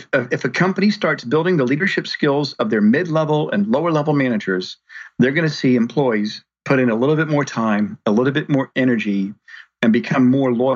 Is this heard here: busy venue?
no